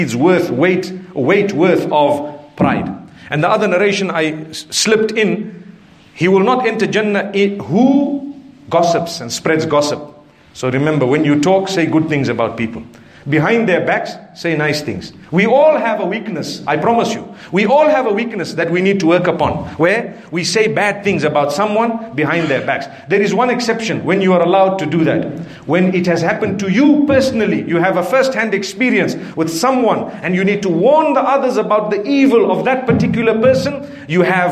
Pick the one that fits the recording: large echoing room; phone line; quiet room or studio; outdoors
large echoing room